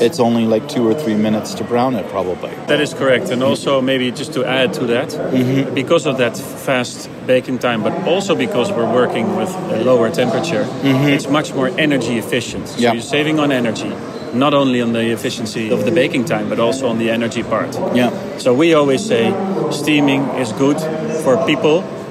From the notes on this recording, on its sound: Baking With Steam at iba 2023. Directly from the show floor.